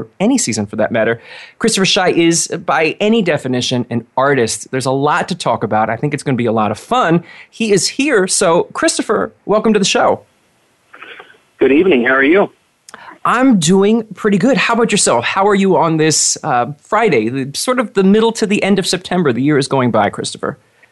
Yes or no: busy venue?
no